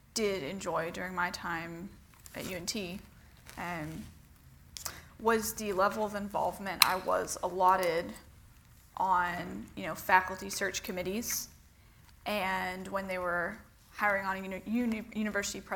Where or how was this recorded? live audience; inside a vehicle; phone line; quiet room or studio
live audience